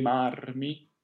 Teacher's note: This is because of a rule called Lemner, or LMNR, which states that the letters, oddly enough, L, M, N, and R, should be lengthened before another consonant. So the R's in marmi, sorde, and martir can all be rolled